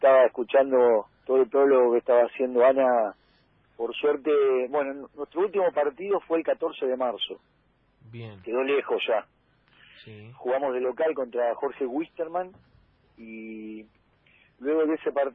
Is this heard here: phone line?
yes